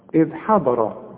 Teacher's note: هنقول حا والضاد هي المفخمة مع الراء المفخمة